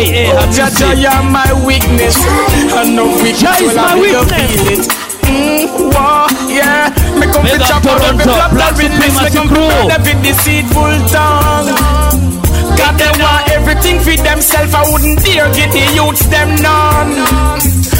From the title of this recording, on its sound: Live at Nyanza House Club (2005)